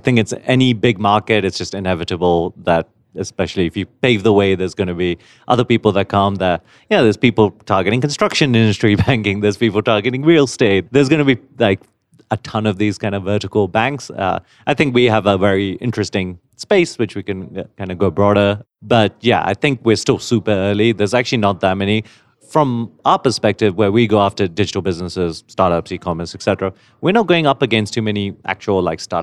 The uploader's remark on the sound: A special set of interviews from Money20/20 Las Vegas, one of the largest Fintech Conferences in the world. We spent a long time looking for a quiet space to record our episode, and when the only available area was an empty corner with no chairs or tables.